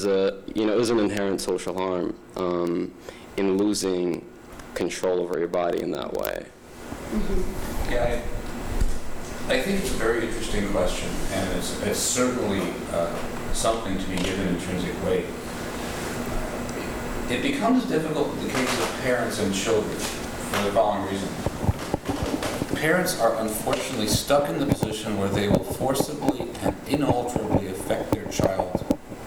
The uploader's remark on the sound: This is a recording of the Q&A from the Boston screening of Cut. The screening took place at the Jamaica Plain Cohousing.